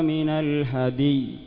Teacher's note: تقلقل الدال وتقف على ياء ساكنة. هذه الكلمة من أصعب الكلمات في القرآن وقفا، من أصعب الكلمات، لأن فيها جمع بين الساكنين، الدال ساكنة والياء ساكنة والدال مقلقلة، فيها صعوبة.